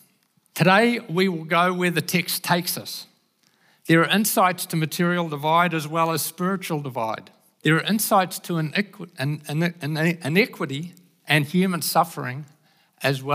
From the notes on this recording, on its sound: Recorded at the Hukanui Bible Church morning service on Sunday the 26th of March 2023 during the 10:00 am service.